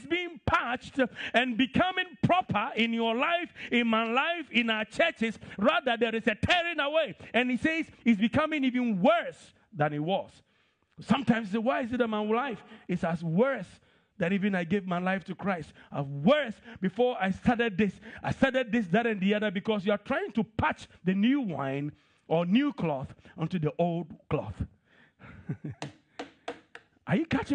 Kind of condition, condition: setting, large echoing room